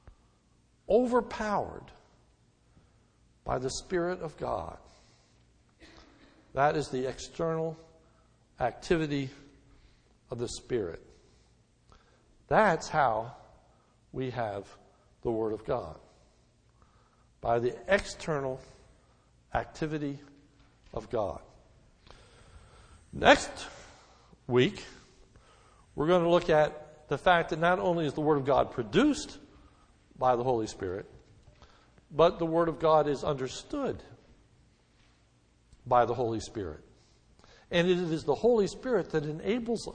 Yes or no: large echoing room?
yes